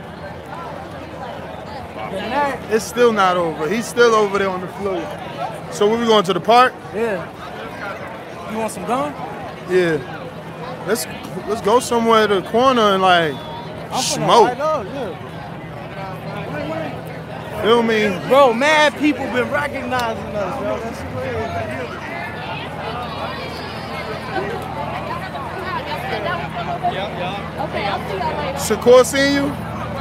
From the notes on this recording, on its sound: Live from Omaha Parade.